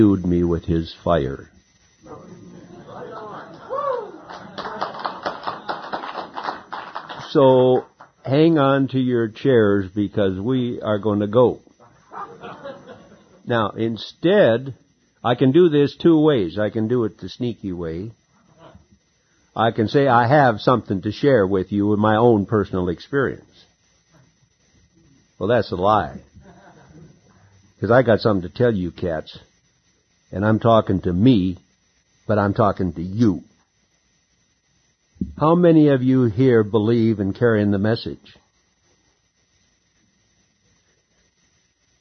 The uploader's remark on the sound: SA/SANON Unity Conference in Orange County CA 1995